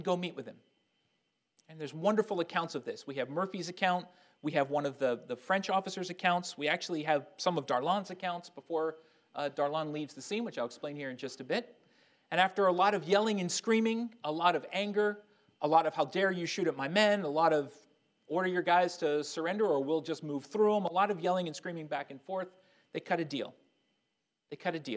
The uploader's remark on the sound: Army Heritage and Education Center in Carlisle, Pennsylvania, presented a lecture